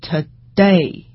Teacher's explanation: 在最后一个音节上的话，它就要用降调读。降调读，对，比如说我们就举这个例，我们举一个降调读的例子。好，那么比如说我们来看你看刚才说的今天，它的重音其实是在，你看 today，它重音是在 day 上面，那么所以你看我们读的是 today，然后它是一个降调